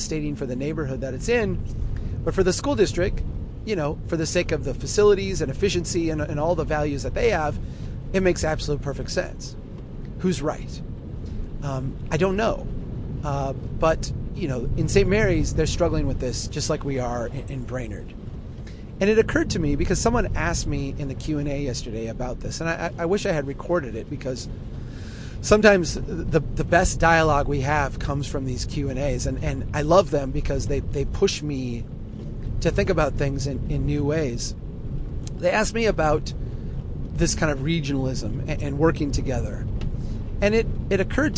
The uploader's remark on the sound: while driving through a Minnesota blizzard